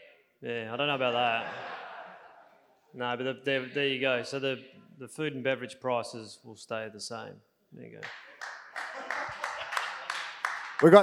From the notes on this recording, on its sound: Our Member's Forum 2021 was held at The Joiners Arms on Thursday, 4 November 2021